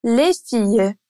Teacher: Les filles, isso mesmo, que tem um S de plural mudo